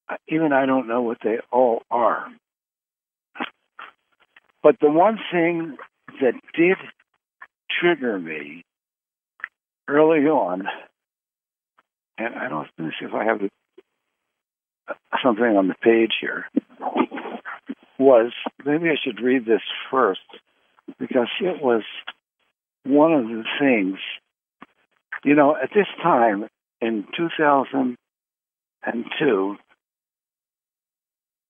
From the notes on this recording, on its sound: Conference Call LIVE